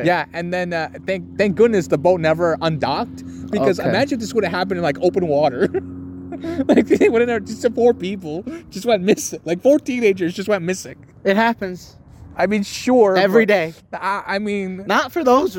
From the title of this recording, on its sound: We Took It Outside